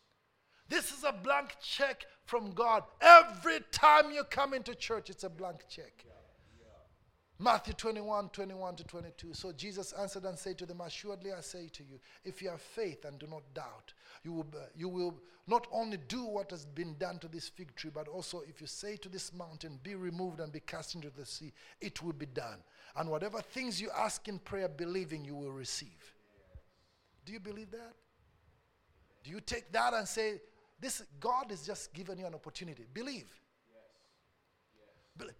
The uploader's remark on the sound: A message preached during our Tuesday service.